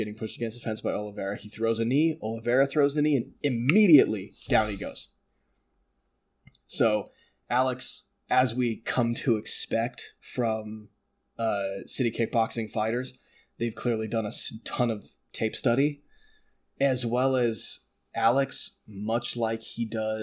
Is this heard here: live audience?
no